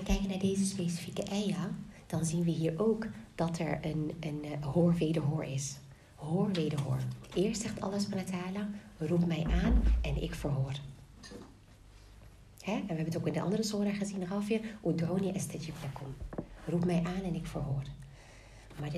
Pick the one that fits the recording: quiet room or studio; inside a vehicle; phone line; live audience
live audience